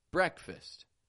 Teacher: Strong in the beginning, breh, breck. And then fist, fist, flat, quick on the ending.